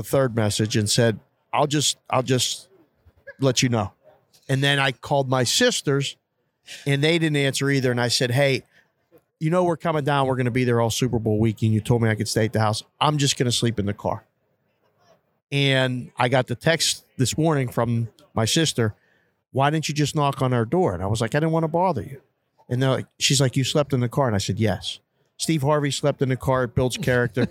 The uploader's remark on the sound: Super Bowl Radio Row. Live from Phoenix AZ for the Super Bowl.